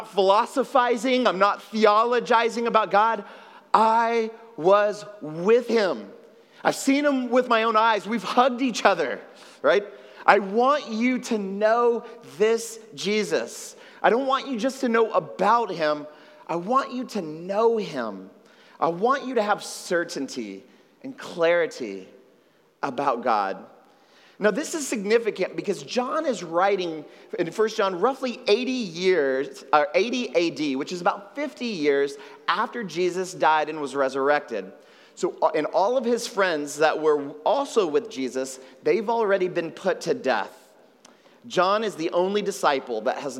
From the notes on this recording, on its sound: at Trinity Church, Puerto Rico